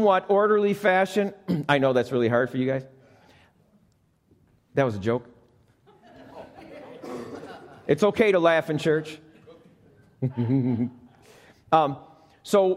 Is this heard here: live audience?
yes